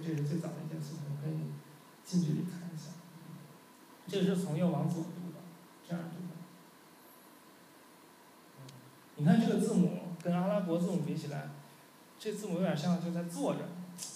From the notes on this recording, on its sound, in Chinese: 10月11日大象沙龙第二期的录音